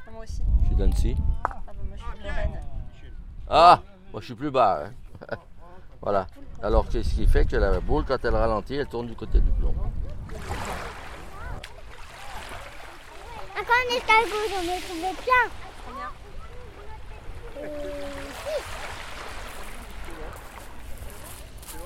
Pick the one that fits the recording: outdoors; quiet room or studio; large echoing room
outdoors